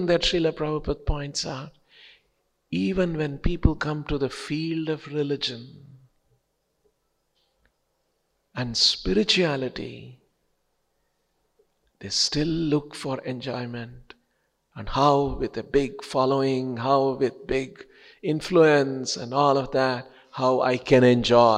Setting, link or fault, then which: setting, large echoing room